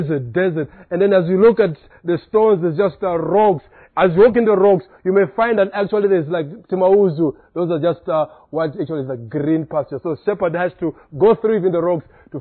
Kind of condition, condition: setting, large echoing room